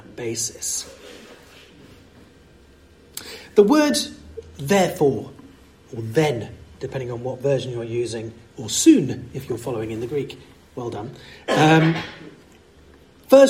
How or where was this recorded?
large echoing room